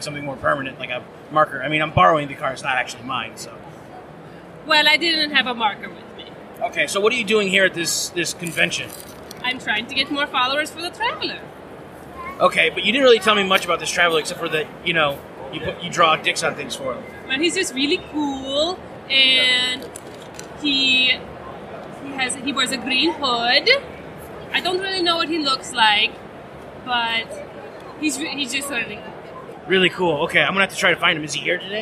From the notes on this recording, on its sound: Live From C2E2. Our annual pilgrimage to C2E2 in Chicago led to some surprising moments. Live from the floor at Podcast Central.